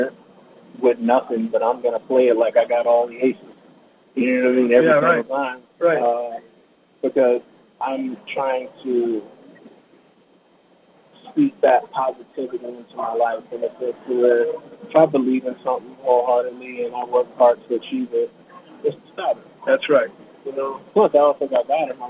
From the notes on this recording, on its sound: Live at the FanX Convention in Salt Lake City